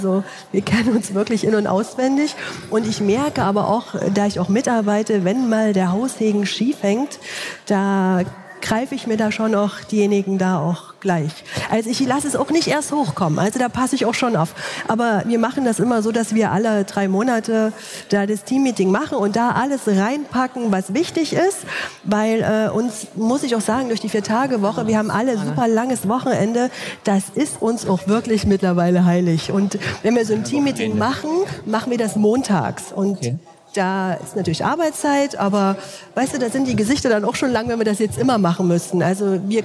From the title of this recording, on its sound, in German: LIVE aus Erfurt von der Styl Com